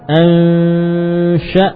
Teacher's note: Posisikan lidah mendekati makhraj shin dan memungkinkan muncul gunnah.